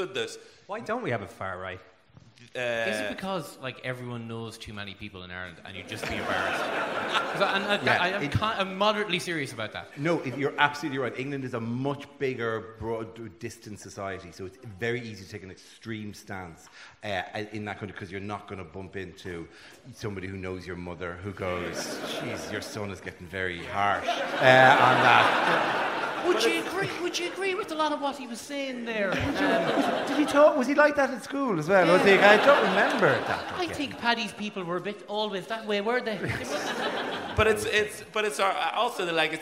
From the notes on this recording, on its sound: Recorded live at Langton’s Ballroom in Kilkenny City for the Kilkenny Cat Laughs comedy festival.